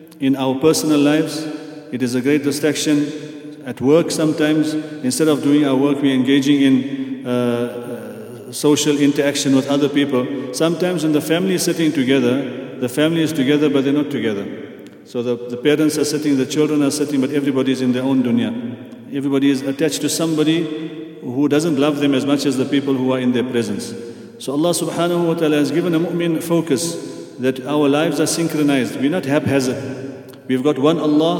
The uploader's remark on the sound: At the Houghton Masjid (West Street).